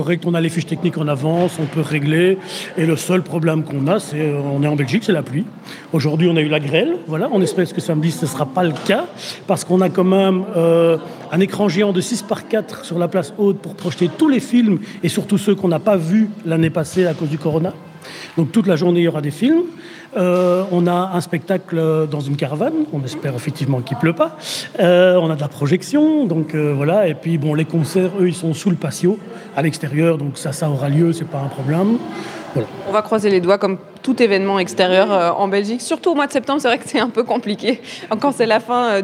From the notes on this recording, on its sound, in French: Vous embarque au Festival Des Blocs ce mercredi. Il se déroule à la Cité Modèle à Laeken, non loin du Stade Roi Baudouin.